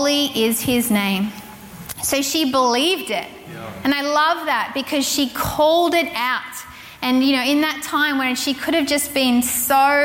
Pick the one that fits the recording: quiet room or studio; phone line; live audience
live audience